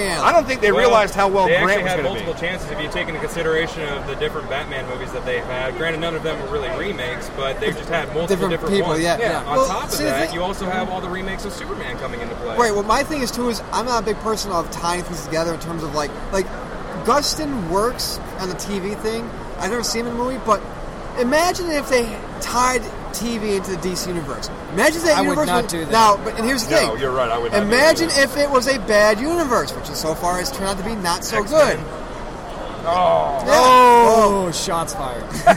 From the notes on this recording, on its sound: Tidewater Comicon 2016 Live Show. Tidewater Comicon 2016 is in the books and we were there to cover it all live! Hear us talk to con-goers.